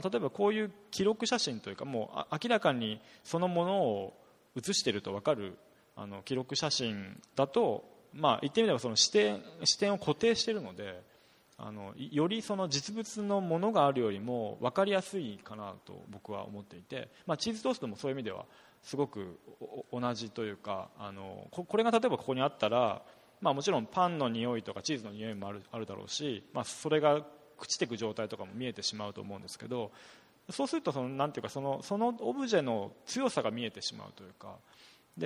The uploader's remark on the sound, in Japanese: 森美術館でのアージェント・トーク、後半のQ&amp;Aを公開します。森美術館主催によるアージェント・トークにて。